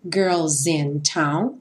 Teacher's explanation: girls in, juntando S com in